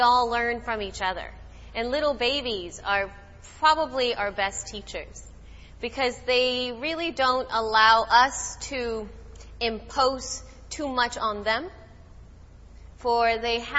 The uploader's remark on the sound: Live and Unplugged At The Center For Yoga.